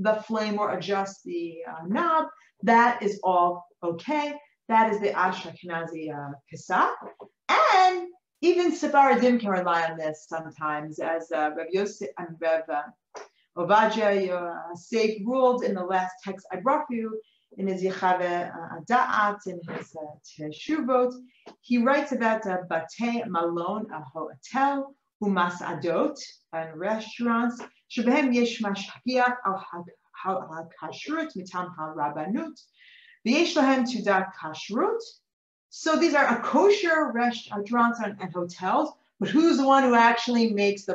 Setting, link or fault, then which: link, video call